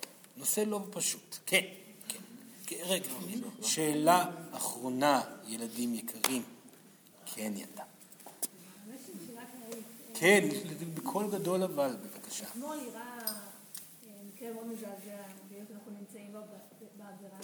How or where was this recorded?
live audience